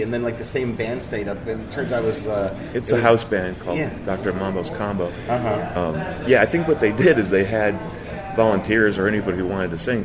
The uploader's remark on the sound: LIVE from … CELEBRATION 2017 in Minneapolis and Chanhassen, Minnesota.